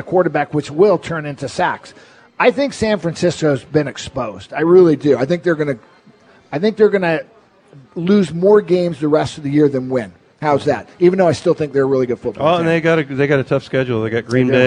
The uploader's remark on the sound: live at Snoqualmie Casino